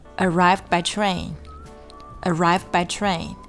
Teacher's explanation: arrived 的 d 要做一个失去爆破处理